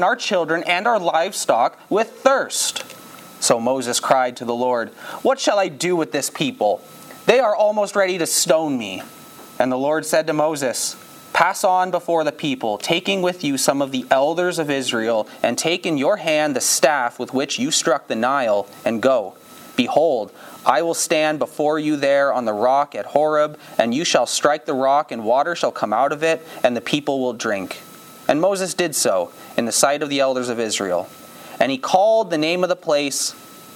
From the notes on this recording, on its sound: This sermon was preached on September 4, 2022, at Campbell Baptist Church, Windsor, ON.